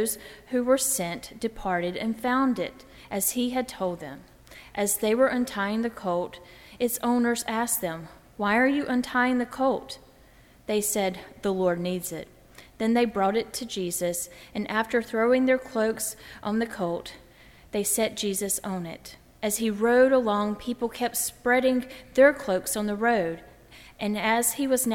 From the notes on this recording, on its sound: During the Heritage service (11:00 am). At First Presbyterian Church of Arlington Heights, Illinois.